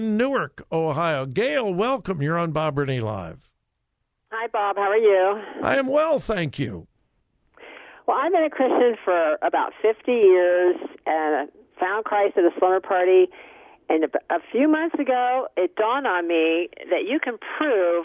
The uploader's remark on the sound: Open Phone Friday